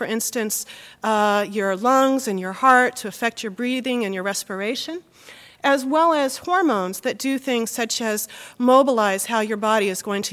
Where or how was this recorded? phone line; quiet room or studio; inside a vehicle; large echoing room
large echoing room